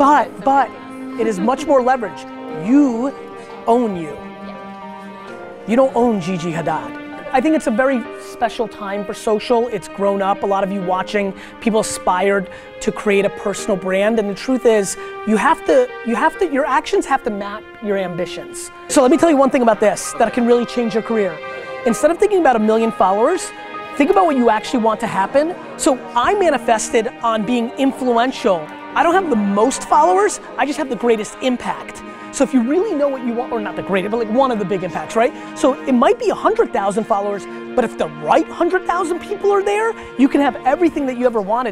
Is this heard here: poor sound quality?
no